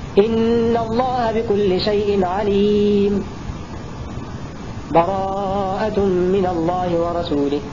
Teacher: الوقف مع أخذ نفس والبدء بعد ذلك بالسورة ببداية سورة براءة بدون بسملة